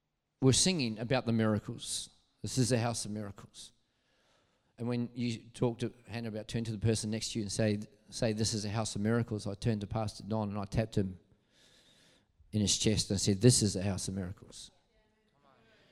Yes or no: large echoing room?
yes